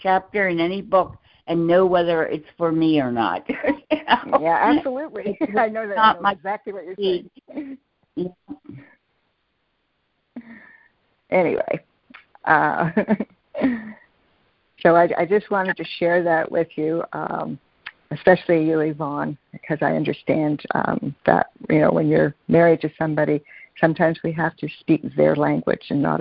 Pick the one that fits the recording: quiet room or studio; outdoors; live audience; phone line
phone line